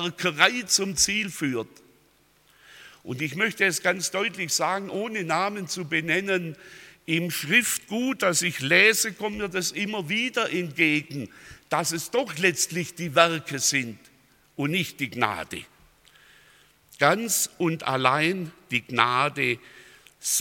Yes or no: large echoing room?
yes